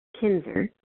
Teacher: the S makes a sort of Z sound